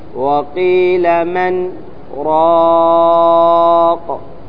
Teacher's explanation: لأن النون بعد راء حقه الإدغام، لكن هنا السكت يمنع الإدغام